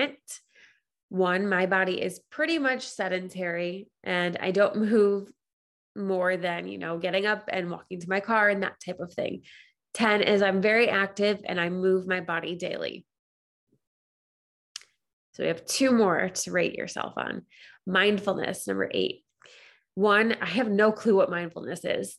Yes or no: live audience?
no